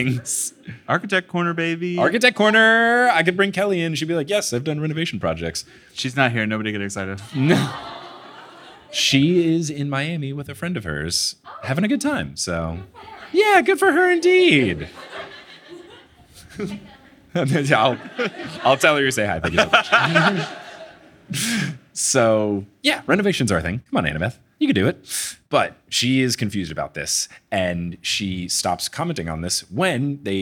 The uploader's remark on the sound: LIVE in LA!